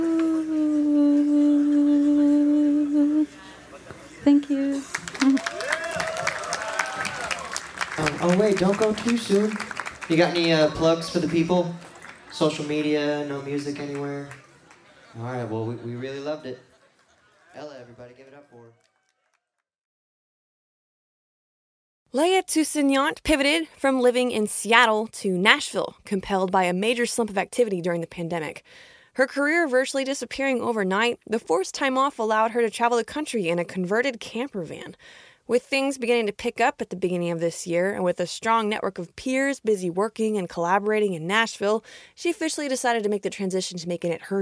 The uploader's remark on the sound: Recorded live at Late at the Lake, at Mozart's Coffee Roasters in Austin, Texas on Tuesday, October 25th, 2022.